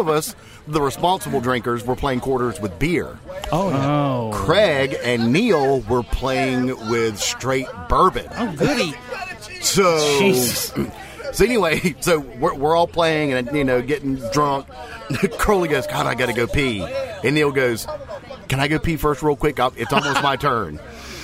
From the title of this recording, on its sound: Our 4th Anniversary Show Live from Vintage